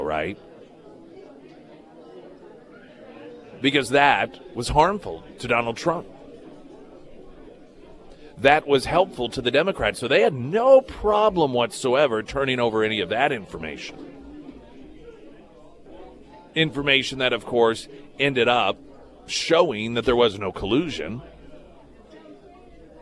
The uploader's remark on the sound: live at Scramblers Diner for the Friday Road Show